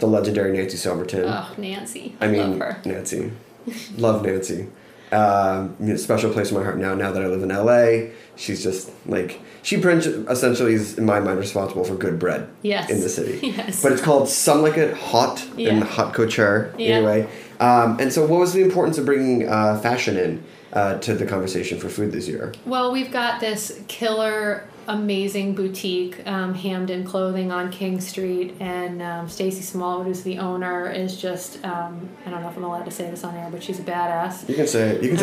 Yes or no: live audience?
no